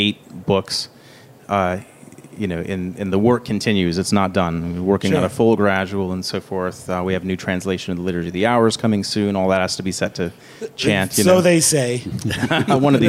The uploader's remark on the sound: at the FOCUS SEEK19 conference